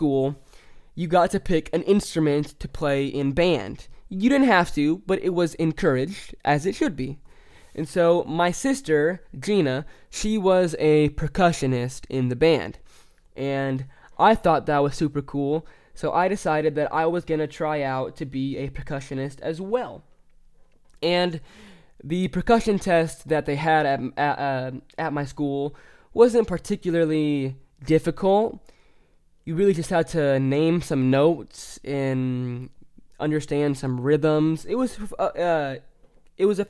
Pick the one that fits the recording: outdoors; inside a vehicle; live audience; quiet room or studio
quiet room or studio